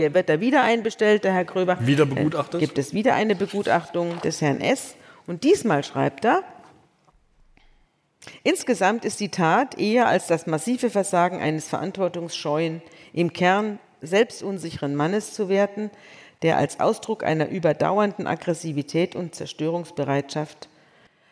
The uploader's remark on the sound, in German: vor Livepublikum im Kölner Theater am Tanzbrunnen